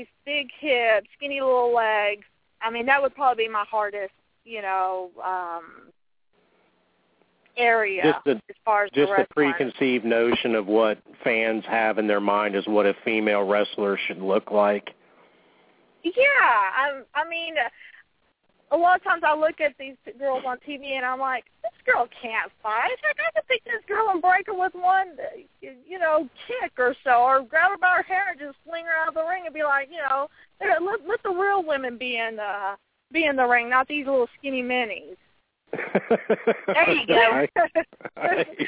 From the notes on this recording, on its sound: LIVE From The Armory Wrestling Show. It's also Listener Q&A Time! 7pm Eastern On Blog Talk Radio.